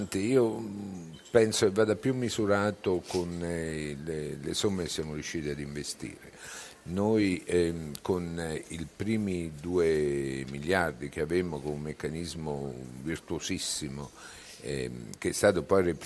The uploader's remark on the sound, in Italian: In diretta da piazza Duomo a L'Aquila.